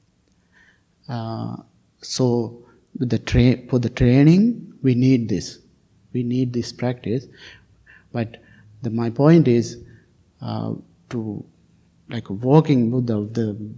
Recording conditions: large echoing room